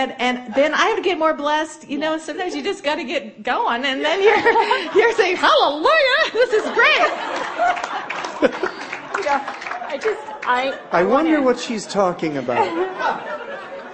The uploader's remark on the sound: Marriage Seminar Saturday panel discussion